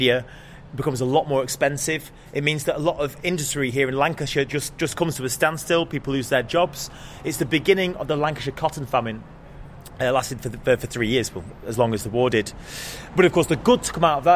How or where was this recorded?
outdoors